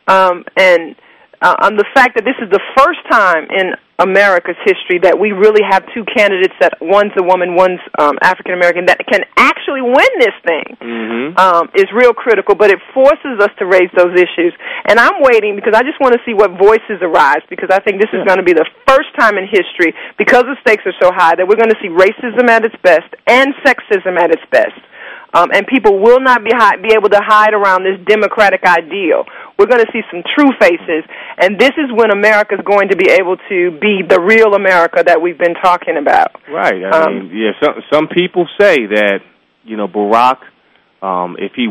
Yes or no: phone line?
yes